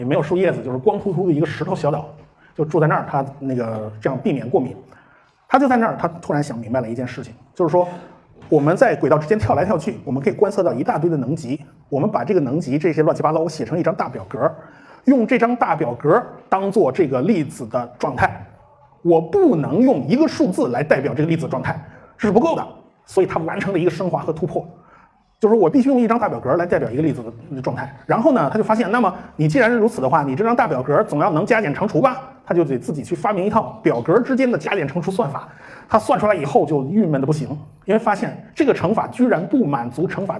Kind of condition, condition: setting, live audience